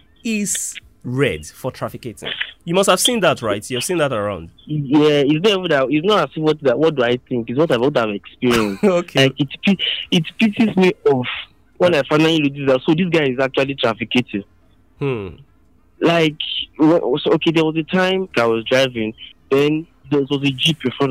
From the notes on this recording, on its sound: I opened the phones lines for listeners